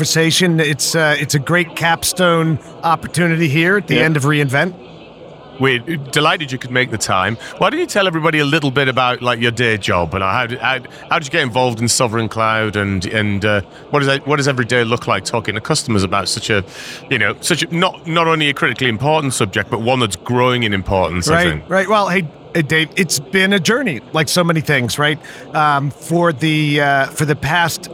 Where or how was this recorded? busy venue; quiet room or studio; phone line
busy venue